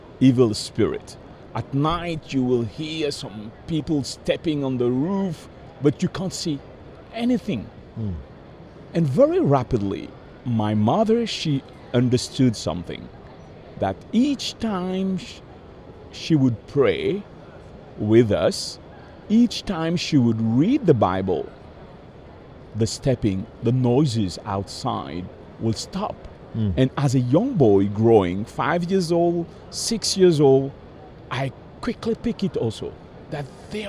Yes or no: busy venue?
yes